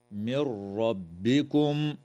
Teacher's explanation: وتدغم النون الساكنة في الراء من غير غنة